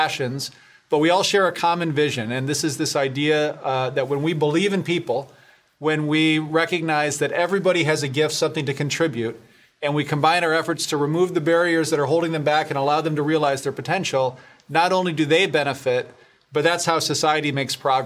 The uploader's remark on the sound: we’re bringing you a conversation from our recent Business Matters 2021 conference